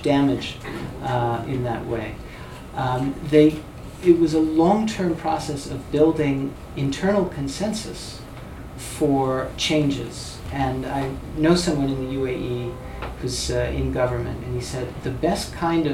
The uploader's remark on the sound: at the Foreign Policy Research Institute's monthly foreign policy salon in Manhattan